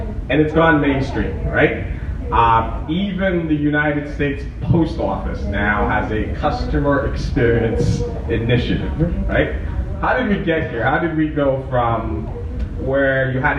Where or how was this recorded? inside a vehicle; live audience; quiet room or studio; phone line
live audience